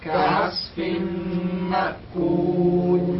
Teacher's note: كعص كعاء ع، العين من فين؟ من وسط الحلق. كعاء كعصف مأكول.